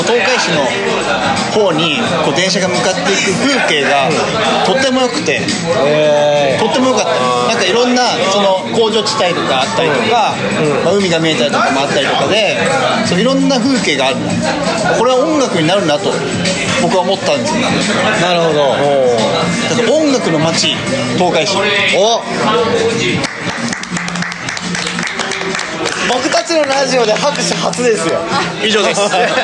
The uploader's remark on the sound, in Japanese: 愛知県東海市を中心に、お酒を呑みながらおじさんが喋るラジオ。今回も、東海市富木島町、聖地「とんちんかん」で収録！！全国串まつり 当日の打ち上げに緊急参戦した様子もお届け！？